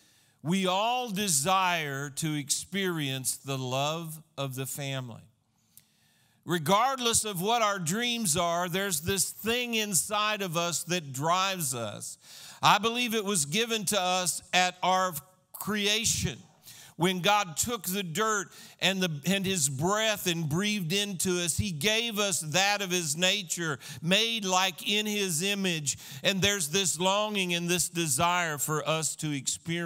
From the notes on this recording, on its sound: This was a sermon recorded at Christian Life Cathedral, Fayetteville, AR, on 9/26/2015